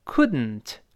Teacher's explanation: 这个时候呢，舌尖顶住，好像粘在上牙膛一样粘住，然后气流从鼻子出来，就鼻腔里发生爆破 · Term: 鼻腔爆破